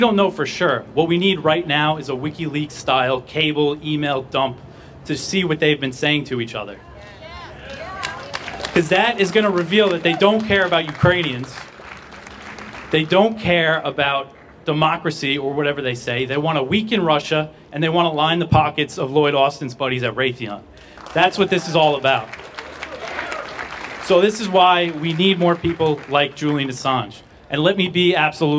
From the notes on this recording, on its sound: From the Hands of Assange Rally at the Department of Justice in Washington DC